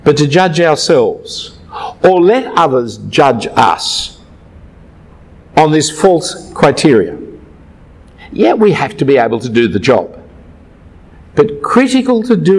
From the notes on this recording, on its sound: A talk given at a Brisbane Ministry Conference in 2015.